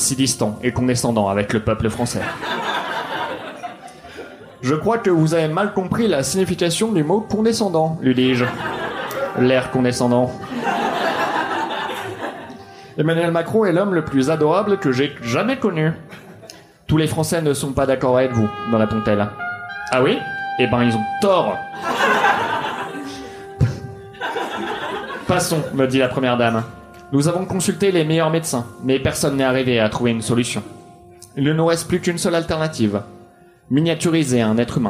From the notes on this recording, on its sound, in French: Enregistré en live et en public au One More Joke.